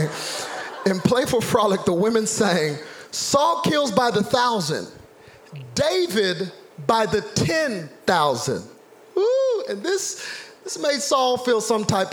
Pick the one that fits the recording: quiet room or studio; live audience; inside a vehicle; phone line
live audience